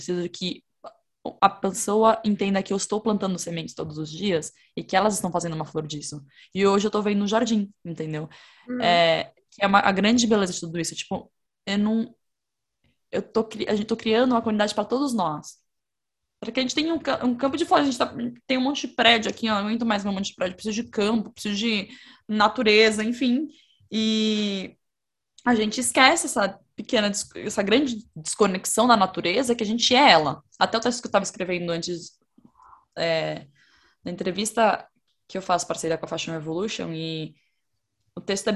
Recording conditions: video call